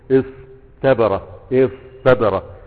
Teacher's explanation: تاء الافتعال اللي هي بتاتي في افتعل، ما تاتي بعد حروف تاء مهموسه وضعيفه، فعندما تأتي مع حرف مجهور يكون قويا زي الصاد والطاء والظاء تنقلب إلى طاء